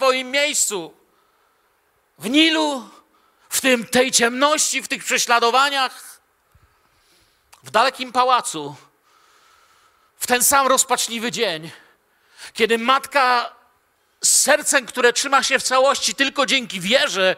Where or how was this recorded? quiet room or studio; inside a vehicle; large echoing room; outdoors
large echoing room